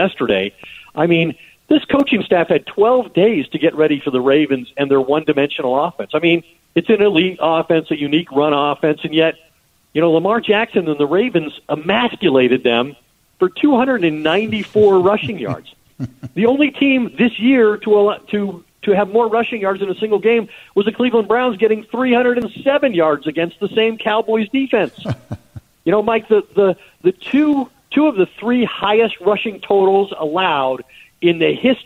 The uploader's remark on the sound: we open the phones and take your questions